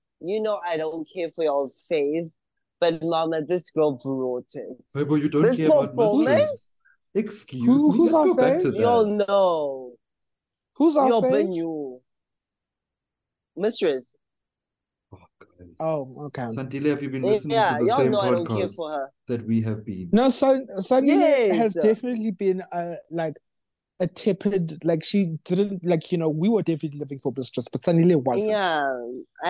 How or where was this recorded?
video call